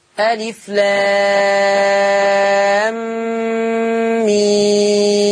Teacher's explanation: لام تتمد سته وميم هتتمد سته وبينهم الغنه